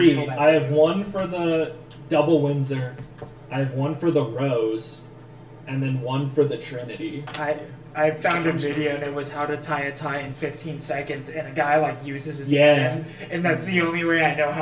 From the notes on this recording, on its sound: Un-Edited Version. Be warned the audio is truly unedited and thus is unbalanced. Mic issues are still being worked on.